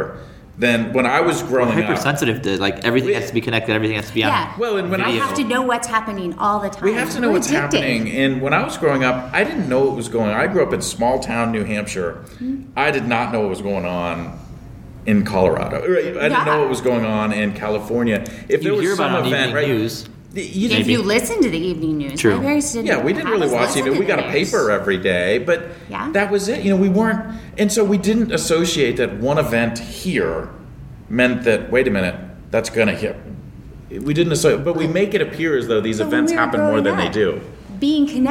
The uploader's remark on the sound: Live once again from Enfuse Conference 2017 in Las Vegas. Live once again from Enfuse Conference 2017 in Las Vegas.